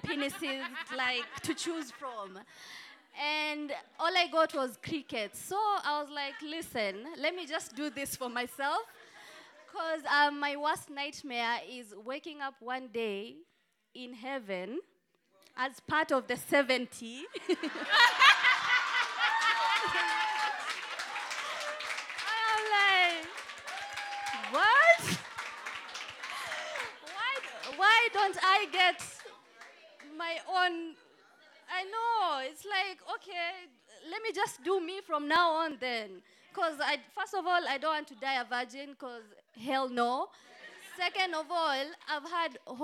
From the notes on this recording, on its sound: Today’s episode is off the last LIVE recording